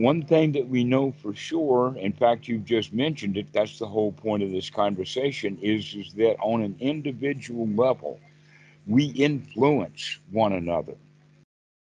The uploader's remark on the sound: skype calls on this channel